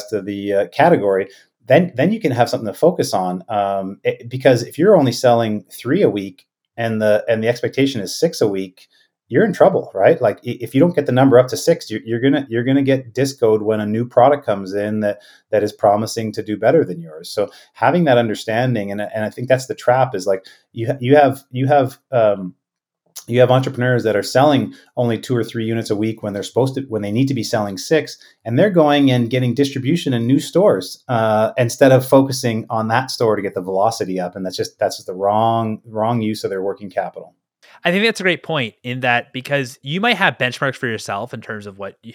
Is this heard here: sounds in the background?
no